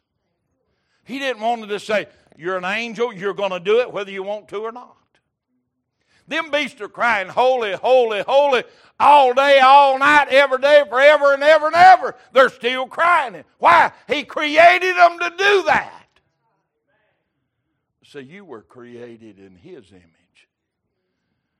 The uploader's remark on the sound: Recorded October 12, 2022 - Wednesday Evening Service